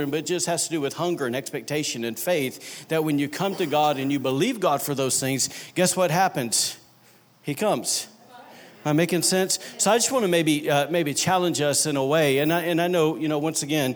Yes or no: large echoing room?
yes